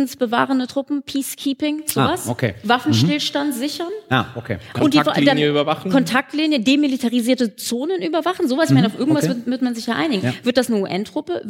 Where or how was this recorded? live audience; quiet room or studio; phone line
live audience